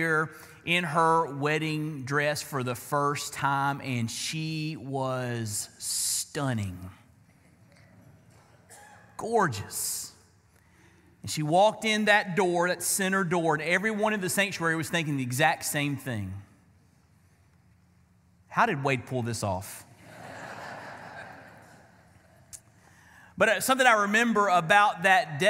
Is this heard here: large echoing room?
yes